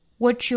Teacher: What 和 you 连读同化，what you, whatyou。我们发现这两天早读都见到连读同化了哈，都是 t 加 ye 或者是 z 加 ye 的连读同化。这里呢是发成 ch, t 加 ye 发成 ch